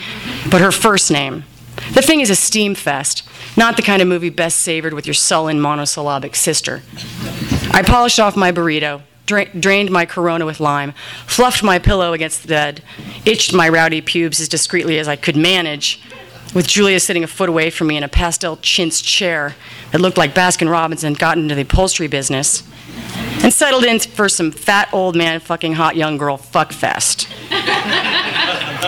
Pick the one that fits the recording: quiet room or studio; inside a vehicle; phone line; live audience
live audience